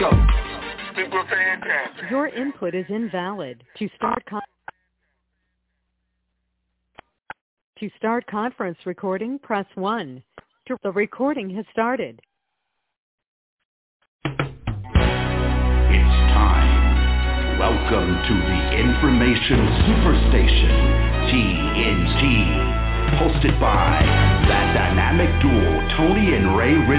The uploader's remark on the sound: TNTSuperfantastic Conference Call